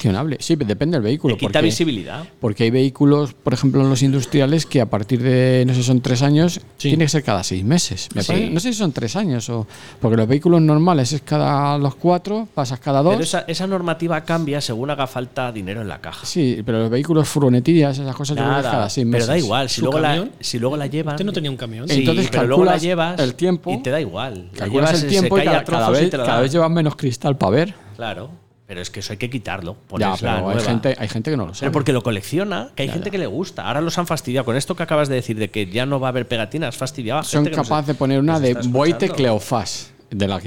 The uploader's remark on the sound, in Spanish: Este episodio lo hemos grabado desde la Taberna Vinoteca La Buha en Valdemoro. Este episodio lo hemos grabado desde la Taberna Vinoteca La Buha en Valdemoro.